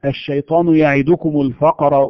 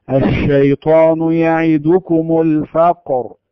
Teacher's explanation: لابد أن تحس بصوت الشين فعلا يمشي ويجري في الفم وينتشر حتى يملأ الفم · Shown in: second take · Term: التفشي